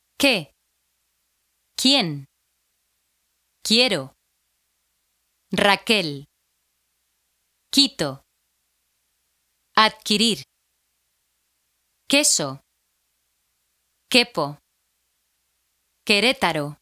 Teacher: This letter is always followed in Spanish by the vowels UI or UE. The U in these combinations is silent. The sound of QU is like the English K in the word kind.